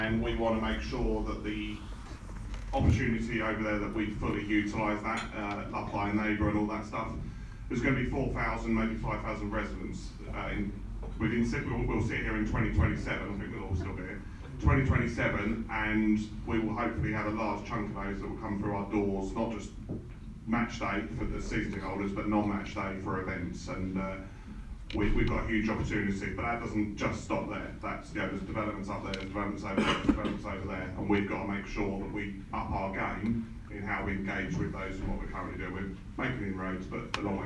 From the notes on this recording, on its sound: This special Meet The Chairman Q&A was recorded in the 1881 Suite. Answered questions from a live audience of Leyton Orient fans.